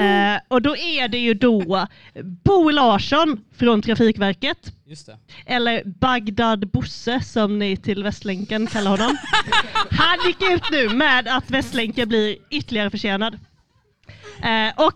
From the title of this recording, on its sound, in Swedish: Live från Potatisen